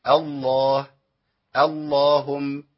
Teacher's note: تفخم اللام في اسم الجلالة كلمة الله وكلمة اللهم، بس في القرآن، بس في القرآن، وبشروط كمان.